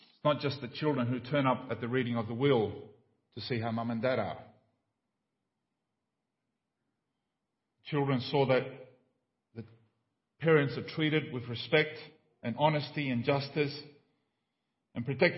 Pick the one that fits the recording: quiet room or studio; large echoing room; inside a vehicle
large echoing room